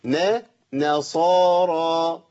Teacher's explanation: والراء مفخمه وبعدها الف زادها تفخيم